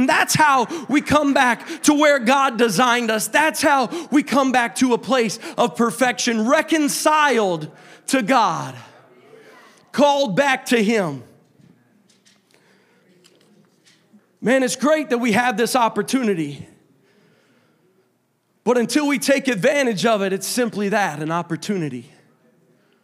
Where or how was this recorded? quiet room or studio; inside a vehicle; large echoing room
large echoing room